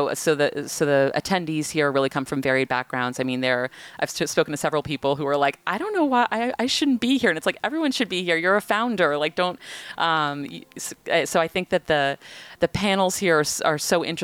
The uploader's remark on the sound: This special edition of Uncharted was recorded live at the annual Uncharted Summit in Southampton.